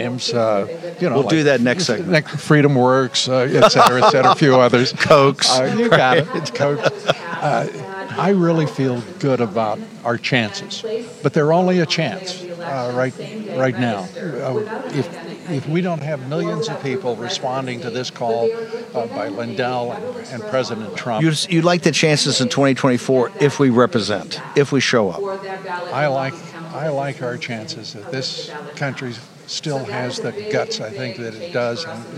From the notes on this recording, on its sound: Live From Lindell Election Summit.